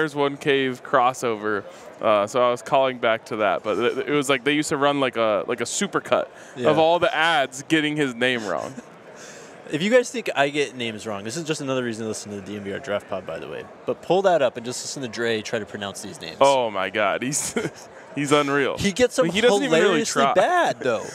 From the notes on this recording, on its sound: live from Radio Row in Las Vegas.